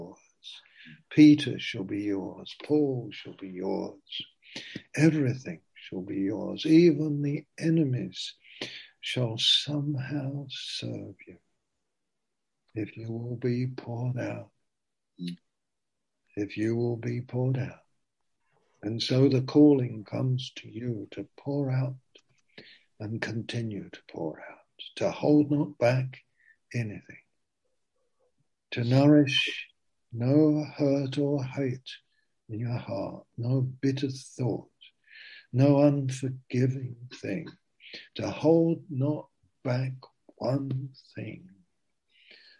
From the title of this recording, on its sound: Zoom - Teign Valley Sessions